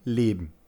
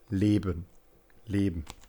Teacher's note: Man hört also, dass das E zwischen B und N weggelassen wird. · Term: Angleichung der Artikulationsstelle